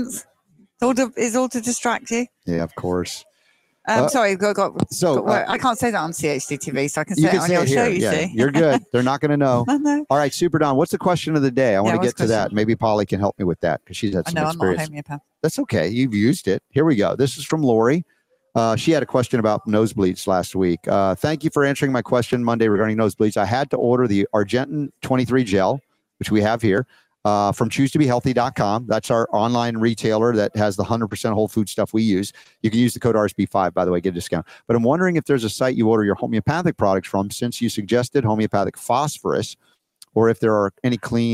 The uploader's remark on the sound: Live From Next Steps 2023 In Buford GA